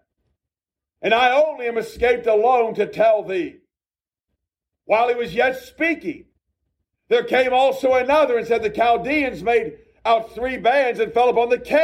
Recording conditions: large echoing room